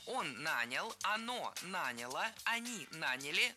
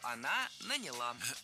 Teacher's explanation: Ударение в этом слове падает на первый слог во всех формах прошедшего времени, кроме женского рода. · Shown in: first take